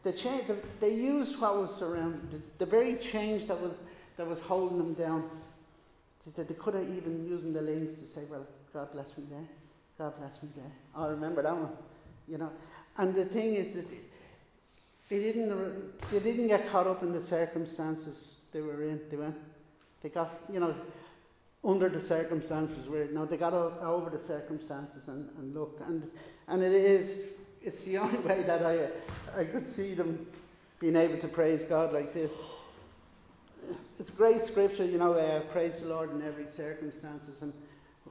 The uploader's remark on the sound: Recorded live in Liberty Church on 15 May 2022